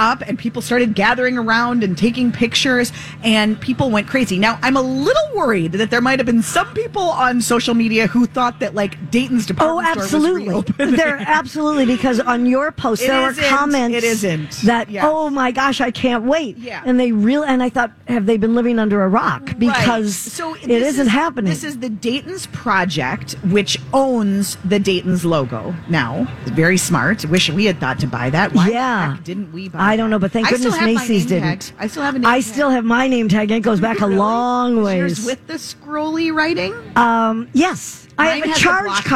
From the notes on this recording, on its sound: State Fair Saturday. Live at the MN State Fair.